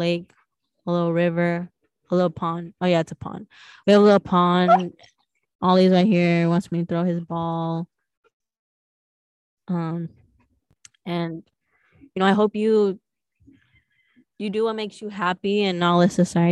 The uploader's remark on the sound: live from outside at the farm!